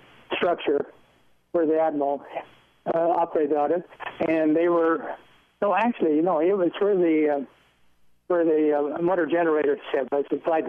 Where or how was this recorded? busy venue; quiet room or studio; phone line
phone line